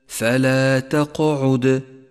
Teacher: لاحظ صفة القلقلة لحرف القاف وحرف الدال في كلمة تقعد فلا تقعد. القلقلة الأولى قلقلة صغرى لأنها في وسط الكلمة، والقلقلة الثانية قلقلة كبرى لأنها في آخر الكلمة